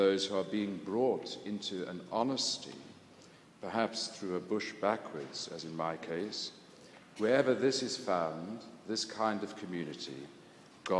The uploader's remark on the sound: This was recorded at the London Centre for Spirituality in London and at the Church of St Mary Woolnoth in the City of London in Monday 16th May 2011.